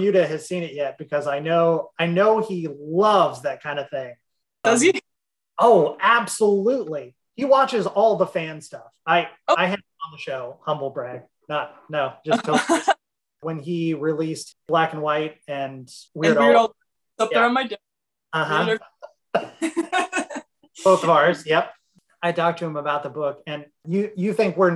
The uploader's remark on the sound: Recorded via Zoom